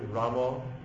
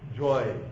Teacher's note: It's an A, but it's more of a rounded A. Your mouth goes more circular. So, joy. You know, that's jai, but it's joy.